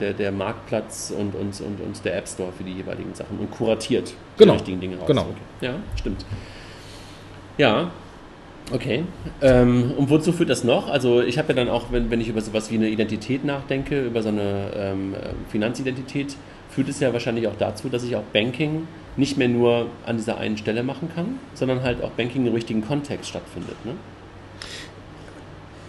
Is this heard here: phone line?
no